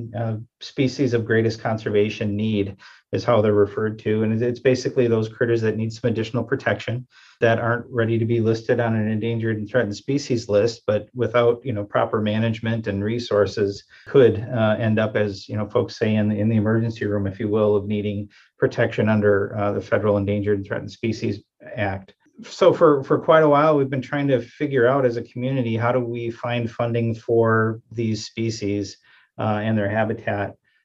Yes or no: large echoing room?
no